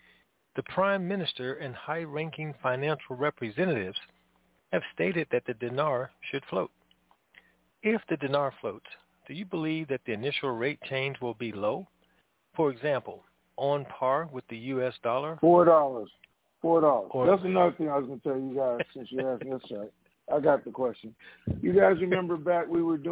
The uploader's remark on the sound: TNTSuperfantastic Conference Call.